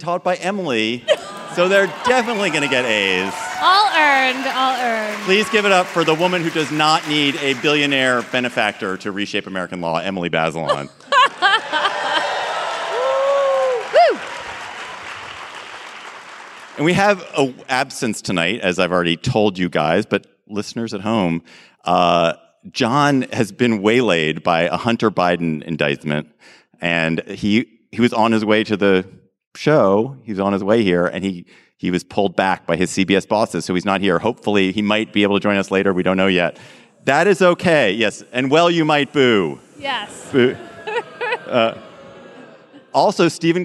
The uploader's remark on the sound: Live From New York!